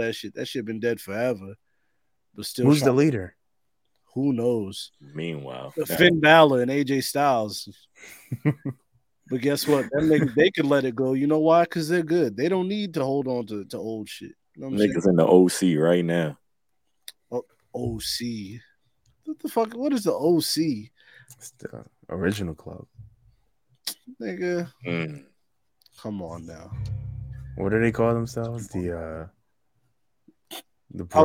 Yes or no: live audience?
no